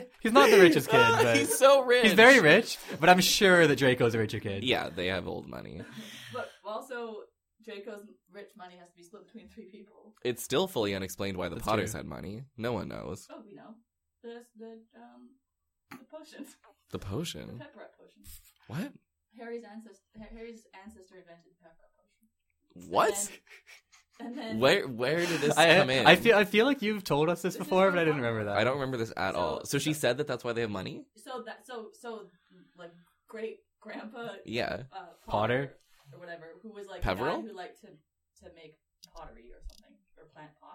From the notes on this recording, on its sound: Will we ever get through a season without audio problems? Struggles to make herself heard with a mic that isn’t even on!